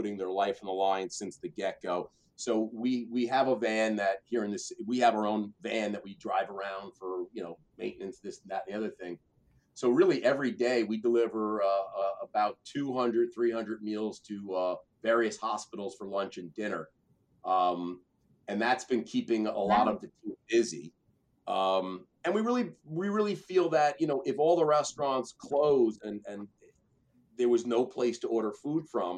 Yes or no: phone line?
no